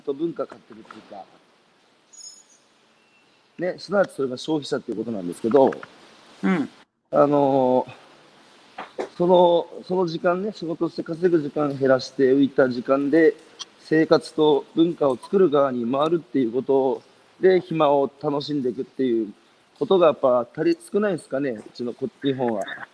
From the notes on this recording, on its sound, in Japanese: 歩きながら1時間、対談する